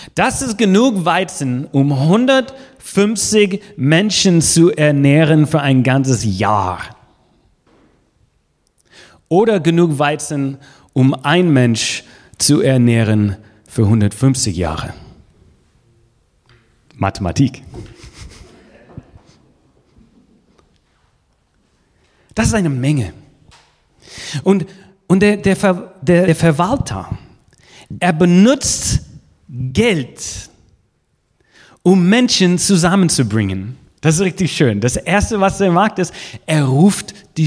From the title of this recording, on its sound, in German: Gottesdienst vom 15. November 2020